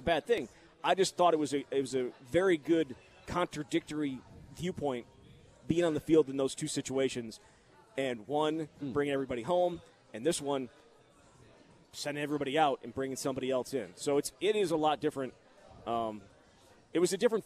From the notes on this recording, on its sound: live at Monk's in Sun Prairie